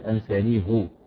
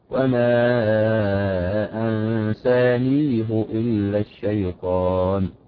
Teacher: أنا قلنا الأصل فيها الكناية أن تبنى على الضم إلا إذا سبقت بكسرة أو ياسة كده فتبنى على الكسر. انفرد حفص في هاتين الكلمتين بضم الهاء رغم أن ما قبلها ياسة كده.